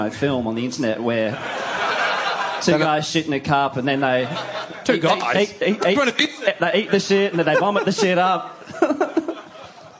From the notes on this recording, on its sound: Post Grand Final 2016 - Live. Live on stage.